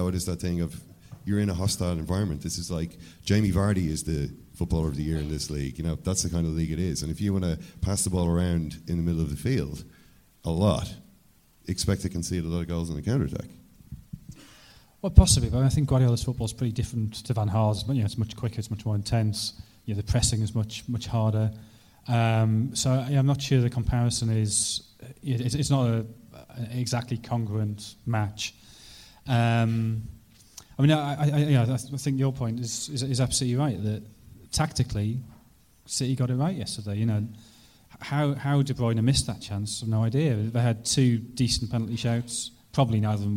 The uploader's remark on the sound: LIVE at Liberty Hall Theatre. At the Liberty Hall Theatre in Dublin.